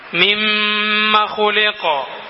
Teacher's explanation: മീം ഒന്ന് മീമിൽ കുറച്ച് സമയം ചെലവഴിക്കണം